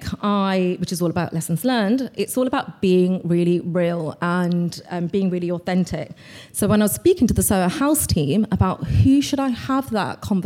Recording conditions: busy venue